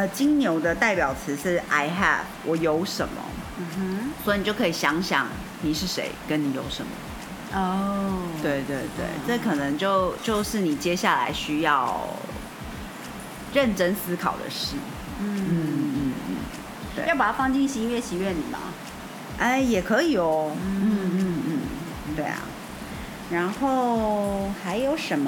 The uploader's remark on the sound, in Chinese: 拍謝下大雨收音比較有噪音…請大家包容一下了～～。